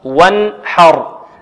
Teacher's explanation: ننتقل من الواو إلى النون الساكنة ونسقط الألف لفظا لا خطا · Term: ألف الوصل